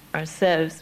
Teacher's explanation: Notice here the clear L in the word ourselves, with a clear L.